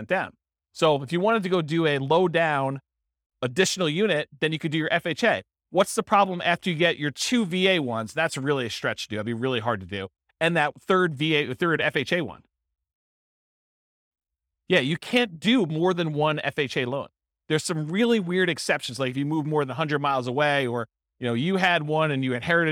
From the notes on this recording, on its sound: This was a live class recorded